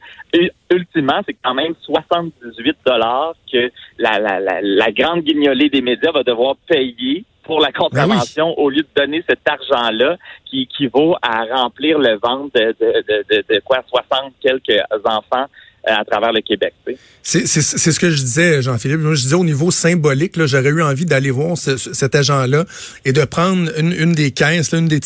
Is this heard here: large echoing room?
no